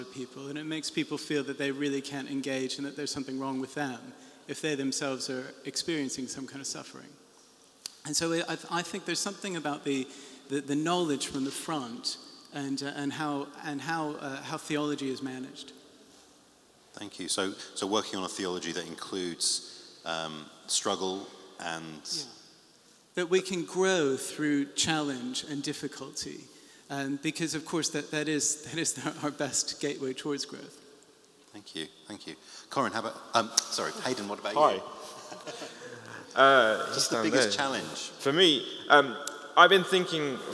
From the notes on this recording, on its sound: The closing panel from the launch of the Mental Health Access Pack - Phase 2